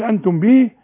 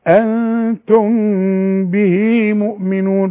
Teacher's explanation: الذي أنتم به، مش أنتم به، في غنى الميم اللي بدون تشكيل بعدها باء يحصل لها إخفاء بغنى · Shown in: second take